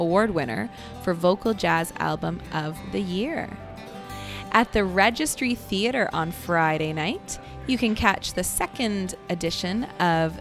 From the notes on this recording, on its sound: recorded live this week at Jane Bond in Uptown Waterloo